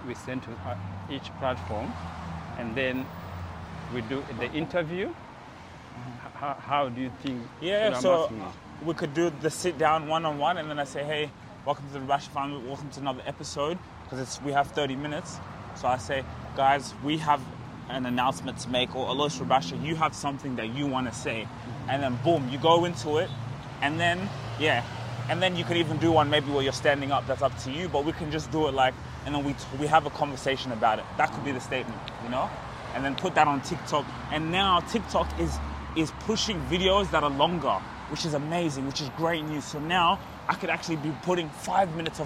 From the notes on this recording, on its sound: In this unique episode recorded during a powerful Sunday walk, they discuss breaking free from colonial names and reclaiming the power within. Even with the natural background noise.